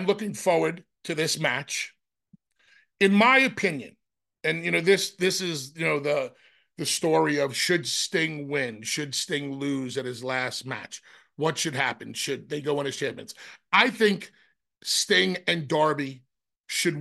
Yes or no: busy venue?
no